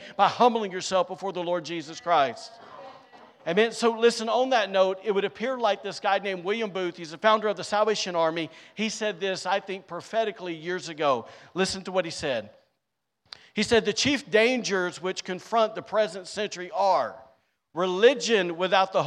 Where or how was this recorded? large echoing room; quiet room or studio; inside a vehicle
large echoing room